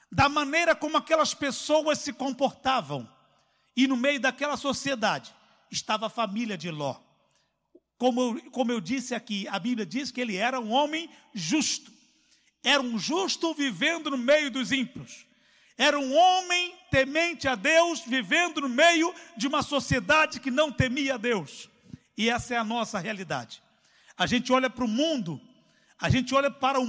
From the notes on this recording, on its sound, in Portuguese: CULTO AO VIVO